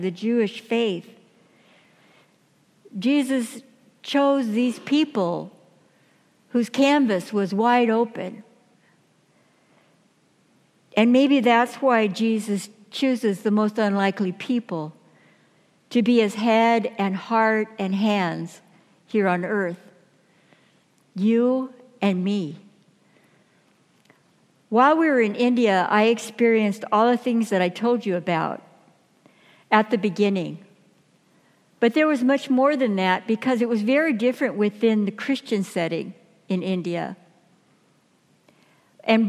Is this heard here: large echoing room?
yes